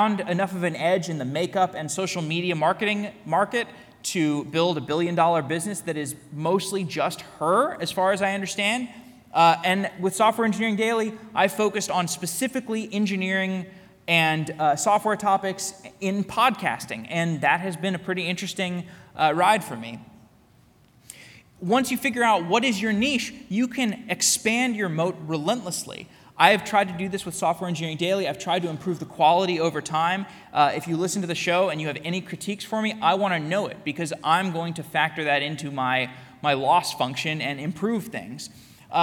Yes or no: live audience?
yes